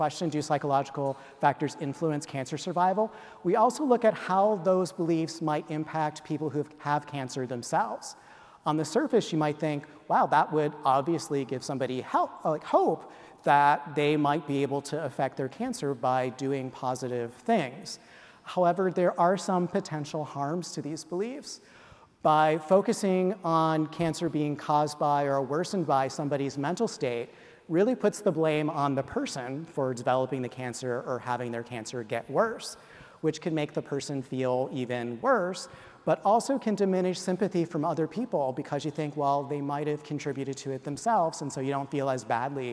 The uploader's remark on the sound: speak to an audience of reunioning alumni